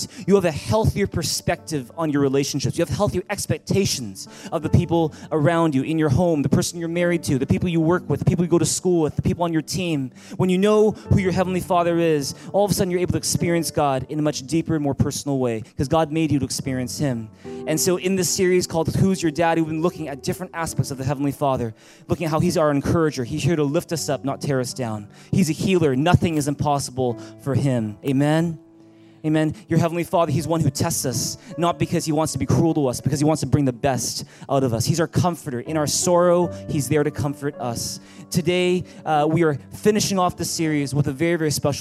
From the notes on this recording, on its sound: At THRIVE Church Vancouver, Canada.